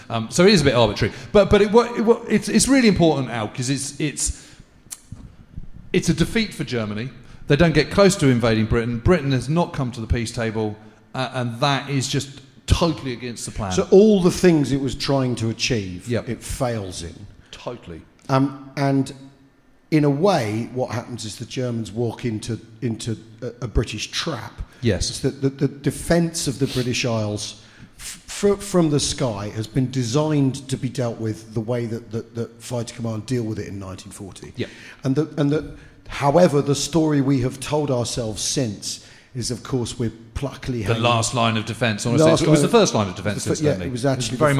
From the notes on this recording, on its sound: We Have Ways Live from Edinburgh.